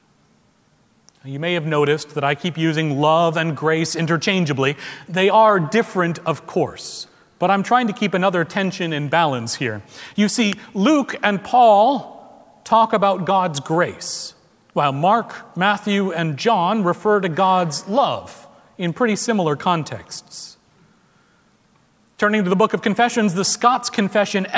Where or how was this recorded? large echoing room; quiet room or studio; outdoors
large echoing room